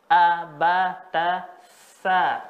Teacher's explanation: ujung lidah dengan ujung gigi seri bagian atas itu bunyinya runcing · Term: huruf sa